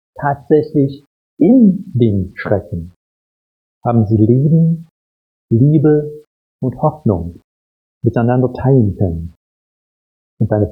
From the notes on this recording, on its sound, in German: Predigt aus dem Gottesdienst vom 17.